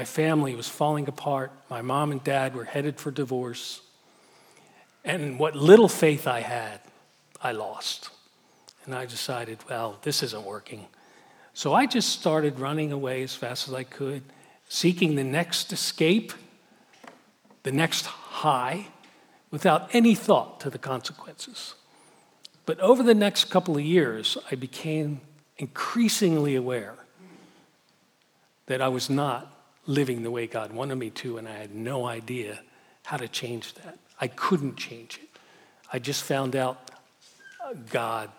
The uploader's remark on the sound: Message Preached at Valley Creek Church